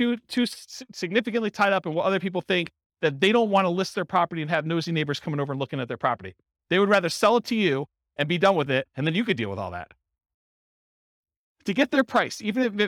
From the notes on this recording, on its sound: Real estate entrepreneurs in Carrollton, Texas. This was a live class recorded.